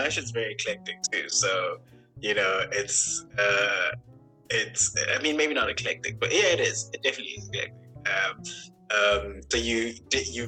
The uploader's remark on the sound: The internet connection was spotty during our recording.